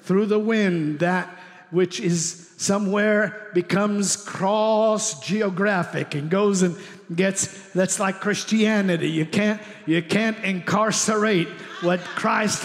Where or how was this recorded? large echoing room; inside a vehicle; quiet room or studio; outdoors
large echoing room